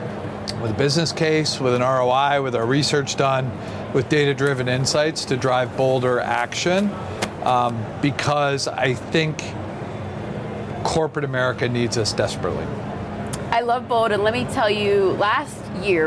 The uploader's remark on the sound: Took its Gartner Marketing Award-winning HR Trends podcast studio on the road (again) to the 2023 HR Technology Conference & Exposition , held October 10–13 in Las Vegas. Unum took its Gartner Marketing Award-winning HR Trends podcast studio on the road (again) to the 2023 HR Technology Conference & Exposition , held October 10–13 in Las Vegas.